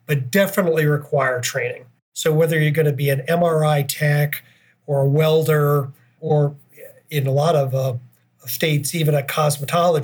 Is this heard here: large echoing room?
no